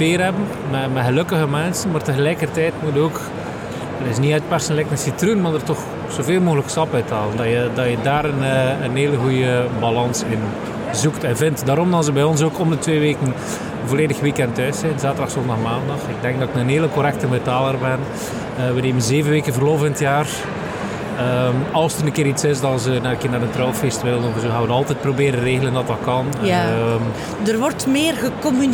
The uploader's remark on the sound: Horeca Expo Live